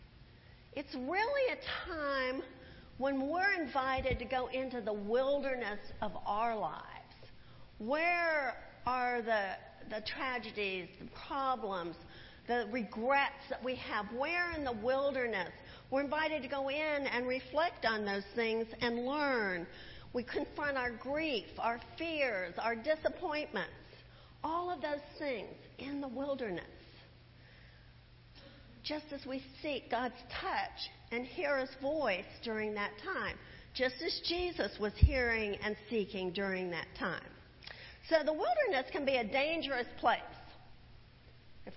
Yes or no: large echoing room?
yes